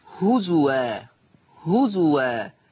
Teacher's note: حفص يقرأ هزوا، هزوا بالواو الخالصة، واو فقط